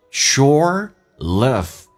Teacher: 重度卷舌，嘴巴凸出来收圆，整个舌身往回卷